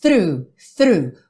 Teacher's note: Through, fa-fa-fa, linguinha lá no dente da frente, e já puxa no R